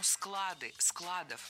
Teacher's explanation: Слово «склад» в значении «место для хранения» с неподвижным ударением на основе. Поэтому «склады», «складов».